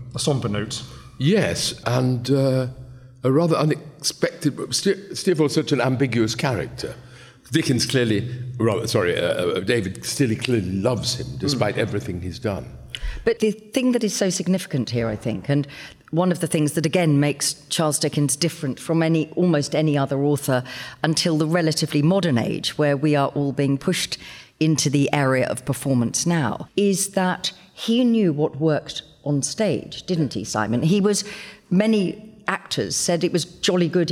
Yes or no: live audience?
yes